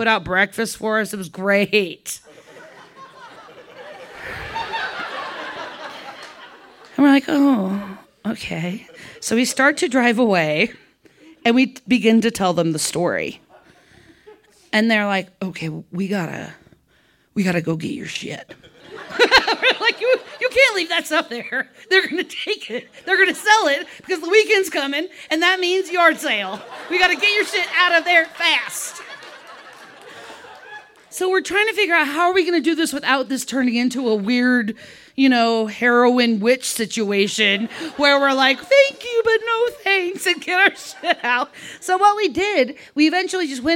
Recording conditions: live audience